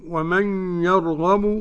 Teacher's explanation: قرأ خلف عن حمزة بعدم الغنة